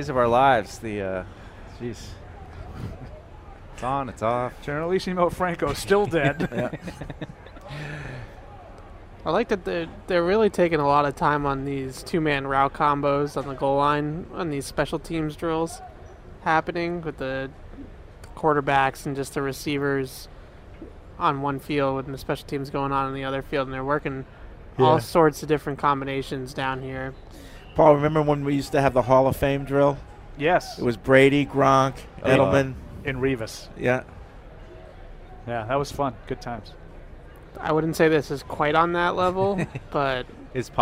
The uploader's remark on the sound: Day 5 Live Show, First Practice in Pads. We broadcasted live from Day 5 of Training Camp.